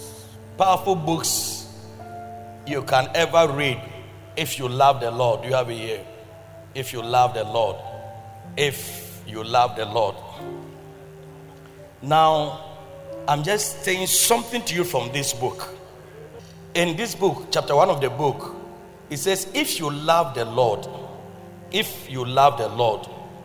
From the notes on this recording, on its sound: Preached at Loyalty House, Abbey, Dahwenya